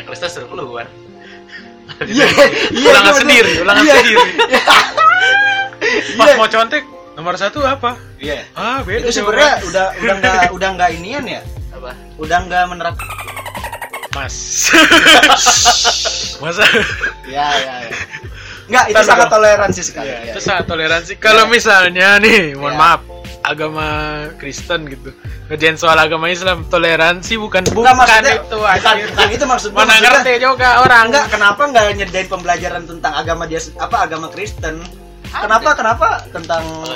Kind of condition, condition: fault, background noise